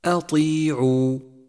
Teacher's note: احذر من تفخيم الهمزة في كلمة أطيعوا، أطيعوا، فمن الخطأ الشائع تفخيمها في مثل هذا الموضع لأن بعدها حرف مفخم وهو الطاء، فرققها وفخم الطاء أي هكذا أطيعوا، وخطأ أن تقول أطيعوا، أطيعوا، والصواب ترقيق الهمزة.